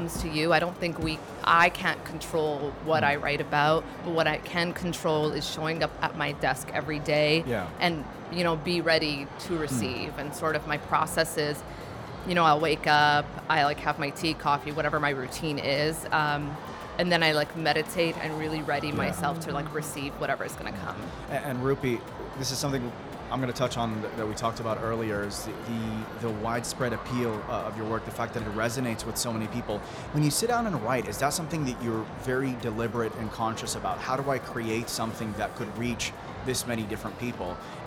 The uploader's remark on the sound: Live from SIBF 2022